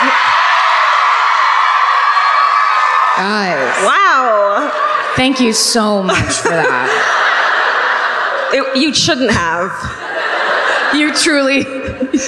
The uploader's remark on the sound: Live at the Tampa Theatre in Tampa